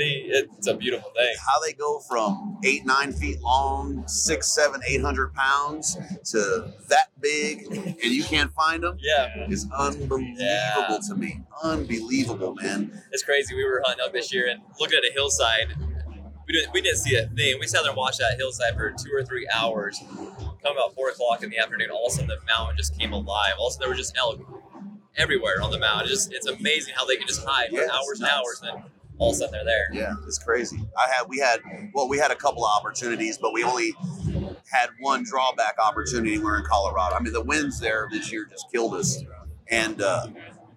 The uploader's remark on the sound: Live from the Initial Ascent Mountain Dude table